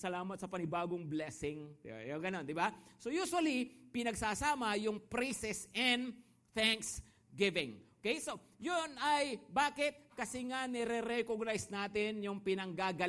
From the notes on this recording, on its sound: Preached last August 6, 2023, at Grace Testament Church's 5pm worship.